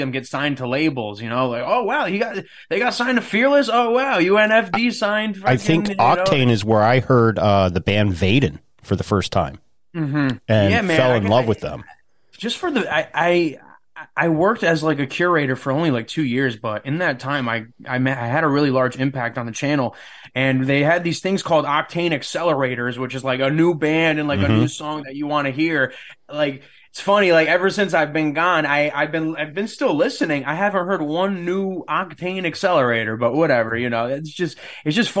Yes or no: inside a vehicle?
no